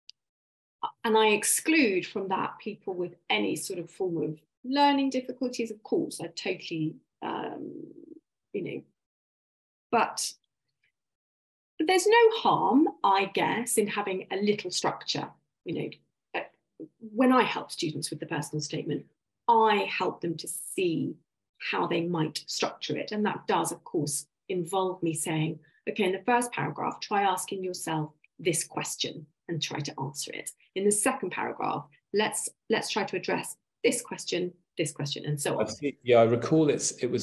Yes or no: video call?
yes